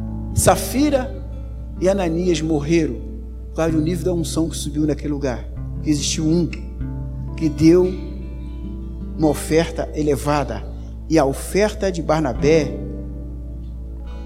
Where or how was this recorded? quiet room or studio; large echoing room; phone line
large echoing room